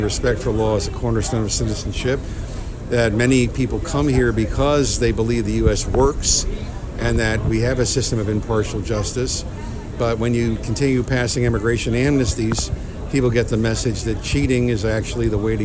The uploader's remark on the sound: The … Show from the Federation for American Immigration Reform Conference. Interviews from the Federation for American Immigration Reform Conference.